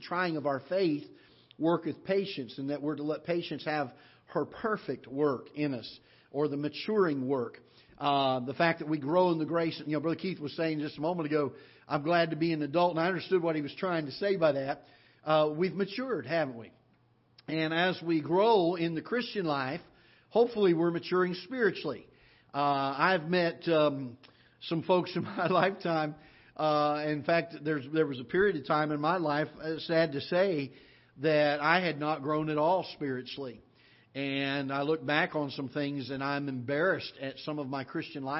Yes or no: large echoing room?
yes